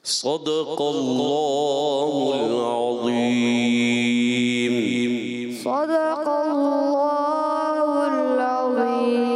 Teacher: صاد بھی موٹا کرنا ہے قاف بھی موٹا کرنا ہے اللہ پاک کا لام بھی موٹا کرنا ہے